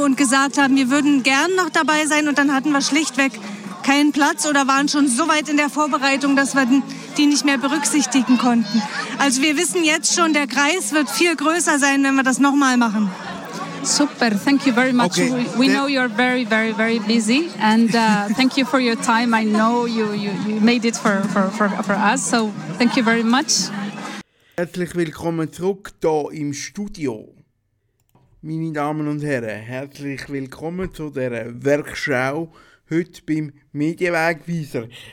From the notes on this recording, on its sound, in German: Ob in der Stadt Aarau mit „Vereinspaziert“ oder an der GV des Trägerschaftsvereins von Kanal K. Ausschnitte aus diesen Veranstaltungen.